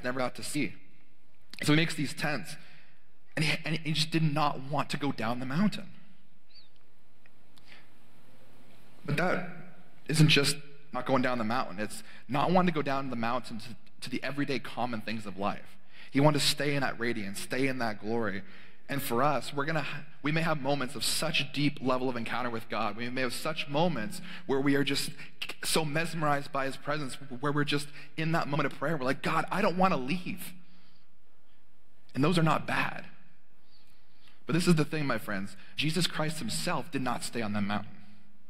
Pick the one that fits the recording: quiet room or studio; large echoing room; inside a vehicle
large echoing room